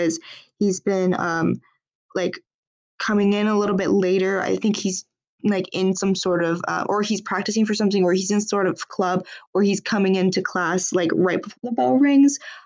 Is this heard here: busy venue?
no